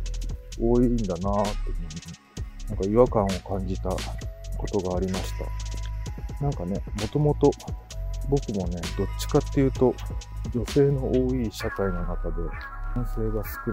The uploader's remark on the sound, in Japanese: 冬のお散歩収録。ある日、晴れた日のお散歩収録です。